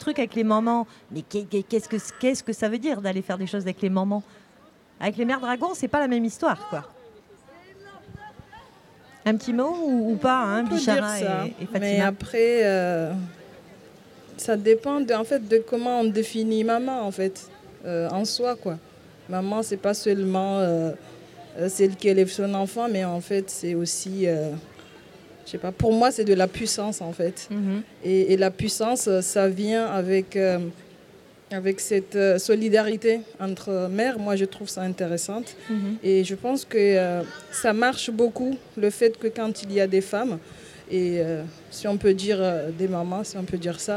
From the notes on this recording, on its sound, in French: Radio Belle de mai s'est enregistrée samedi 07 septembre, sur la place Cadenat, dans le quartier, au coeur du Plexus Rouge. Autour de la table devant les micros il y a des habitantes du quartier, des activistes, des artistes, les unes sont parfois les autres et réciproquement.